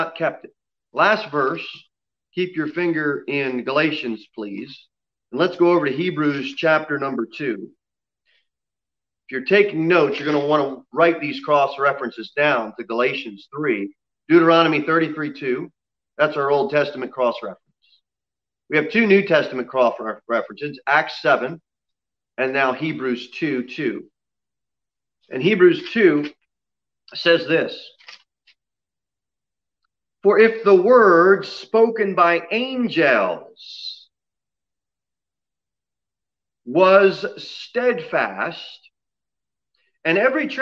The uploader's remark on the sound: Sermon delivered at Pilgrim Baptist Church on Sunday, November 15, 2020, at 11:15 am. Jere Whitson Rd. Pilgrim Baptist Church is a bible-believing, independent Baptist church.